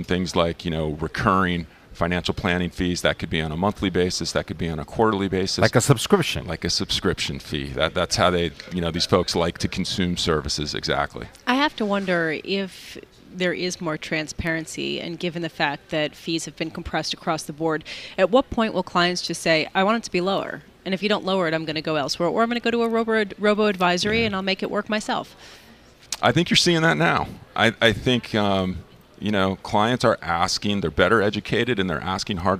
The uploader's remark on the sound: Broadcasting Live from the Commonwealth Financial Networks Annual National Conference of Advisors, from the Marriott in Austin, Texas.